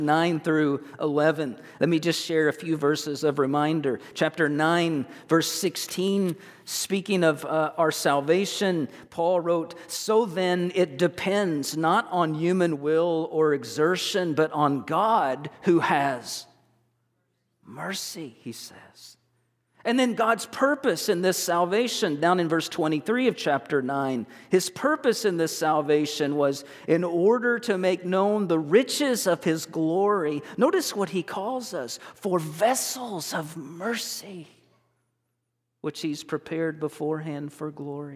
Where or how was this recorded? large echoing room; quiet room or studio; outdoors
large echoing room